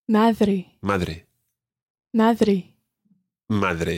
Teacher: Now, this is a good word for practicing the Spanish D sound. It's not a hard D like the word dad in English. It's a softer D.